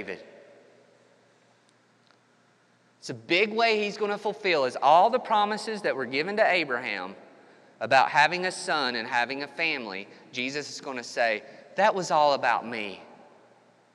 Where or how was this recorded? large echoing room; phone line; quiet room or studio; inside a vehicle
large echoing room